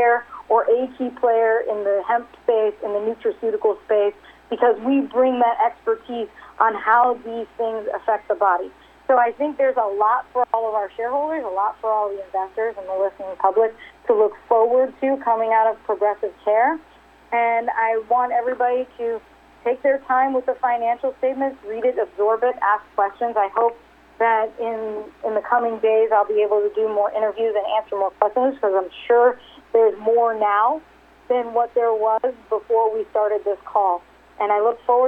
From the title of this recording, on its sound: RXMD 2019 3rd Quarterly Conference Call